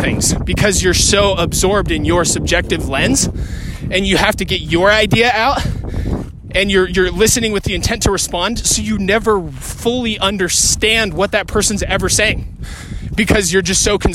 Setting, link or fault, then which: setting, outdoors